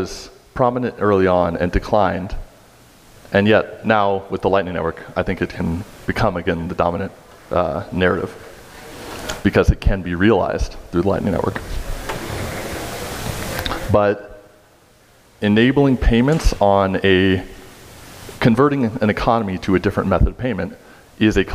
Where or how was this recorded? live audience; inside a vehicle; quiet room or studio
live audience